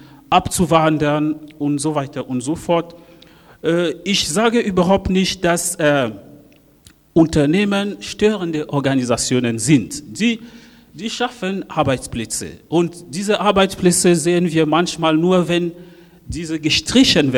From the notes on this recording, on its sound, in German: Podiumsdiskussion im Postcolonial Flagshipstore